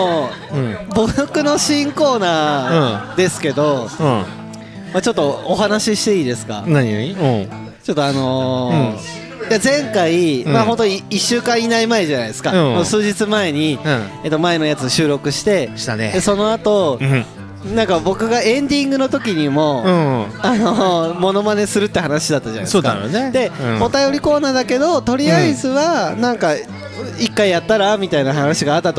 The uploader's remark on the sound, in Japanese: 愛知県東海市を中心に、お酒を呑みながらおじさんが喋るラジオ。今回は東海市大田町にあります楓花亭さんで収録！